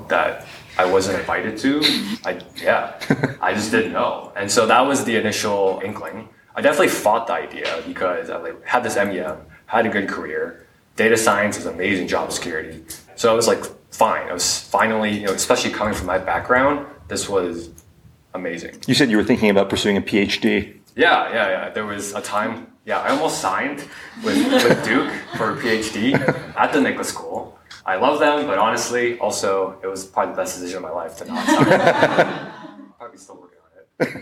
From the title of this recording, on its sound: LIVE SHOW